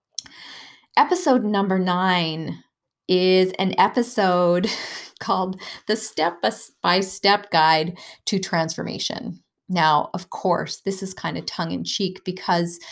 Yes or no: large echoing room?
no